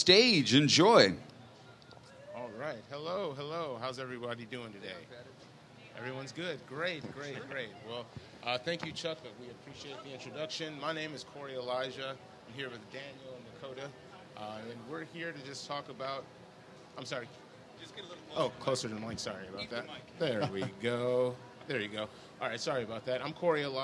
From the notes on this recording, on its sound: LIVE from the FINAL Wizard World Chicago.